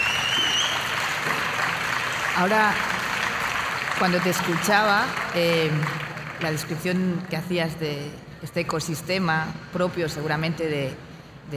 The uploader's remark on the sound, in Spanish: Episodio especial grabado en directo en el Festival de las Ideas y la Cultura celebrado en A Coruña.